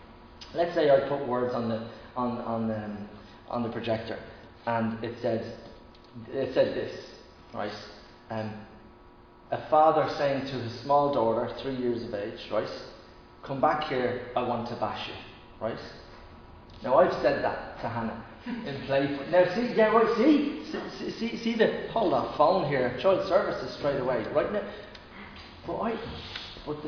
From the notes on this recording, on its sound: Recorded live in Liberty Church on 8 August 2021.